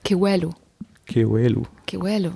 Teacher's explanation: das W wird wie ein U ausgesprochen und gar nicht wie ein W